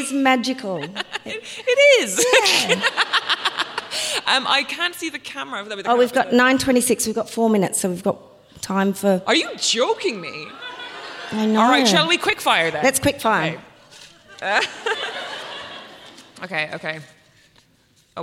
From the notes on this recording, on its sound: At the Wheeler Centre Melbourne. On-stage at the Wheeler Centre's Spring Fling for a Sentimental live show.